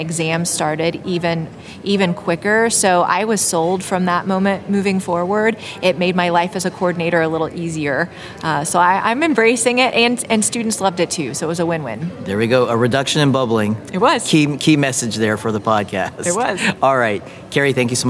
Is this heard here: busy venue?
yes